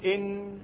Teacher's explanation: هتلاقي طرف اللسان مع اللحمة اللي فوق السنان · Term: النون